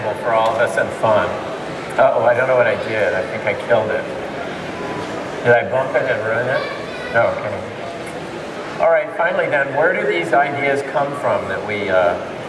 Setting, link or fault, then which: setting, busy venue